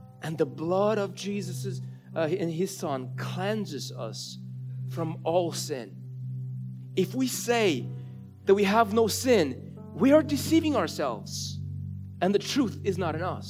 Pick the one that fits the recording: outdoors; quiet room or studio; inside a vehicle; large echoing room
large echoing room